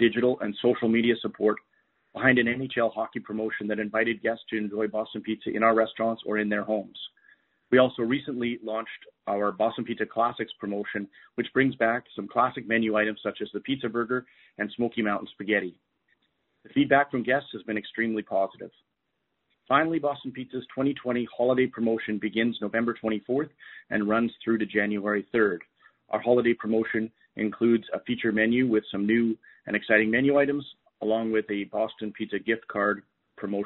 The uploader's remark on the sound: Third quarter 2020 earnings call for Boston Pizza Fund.